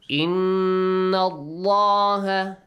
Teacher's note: when you join it with the word Allah the lam in the word Allah will be Heavily pronounced